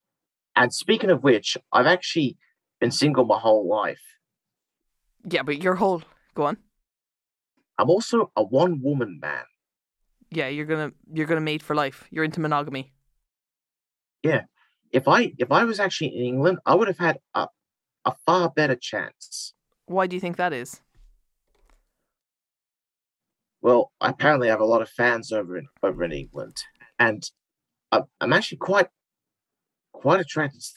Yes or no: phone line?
no